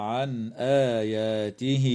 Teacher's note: بينما تظهر النون عند الهمزة في قوله تعالى عن آياته